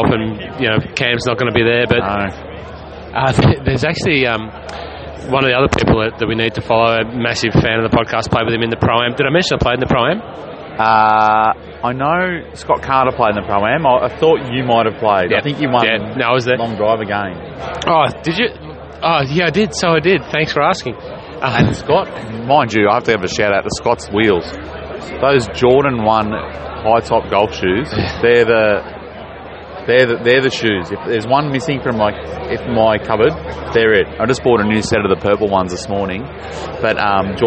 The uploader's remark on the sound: catch up live at the Aus Open from beside the 18th Green